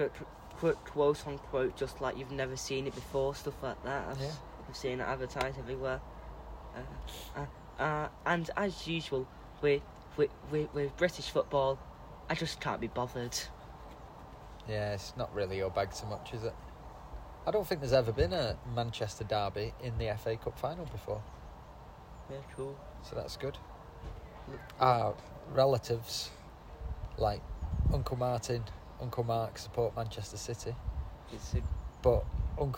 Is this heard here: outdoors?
yes